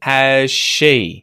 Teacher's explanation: That Z sound can disappear. So you may hear, has she, Z sound's gone.